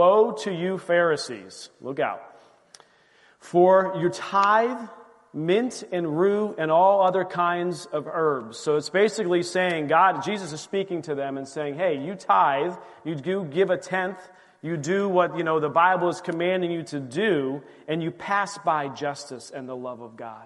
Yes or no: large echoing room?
yes